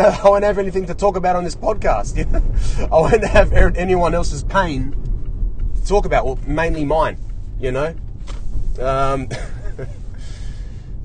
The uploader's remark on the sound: Today I’m in the car again.